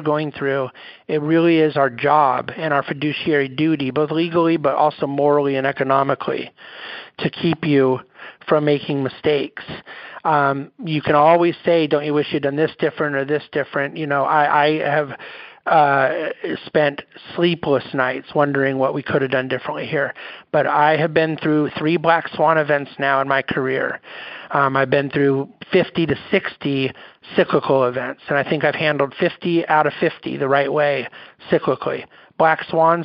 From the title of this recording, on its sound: National Conference Call Replay